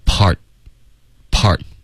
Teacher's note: Part 的特我们省略，用一个干脆的停顿做结尾